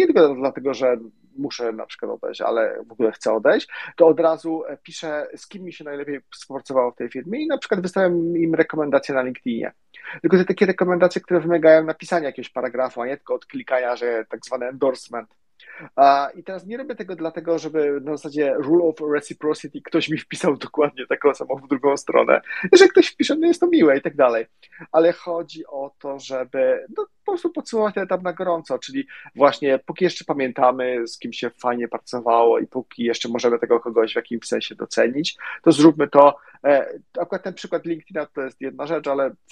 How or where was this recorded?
video call